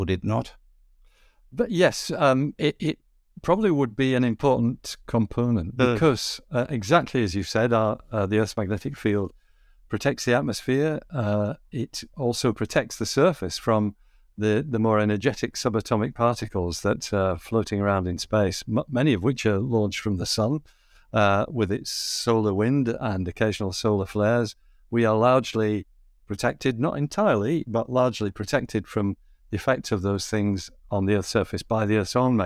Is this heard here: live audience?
no